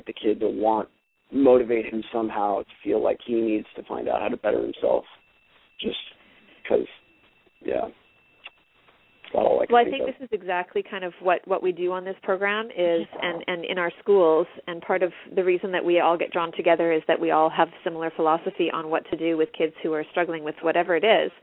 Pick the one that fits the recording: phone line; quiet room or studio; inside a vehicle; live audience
phone line